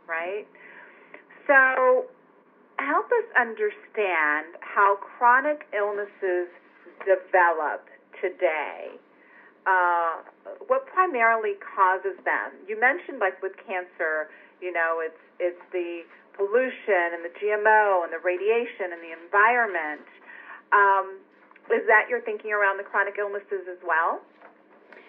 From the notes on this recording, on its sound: Joined her by phone from Germany.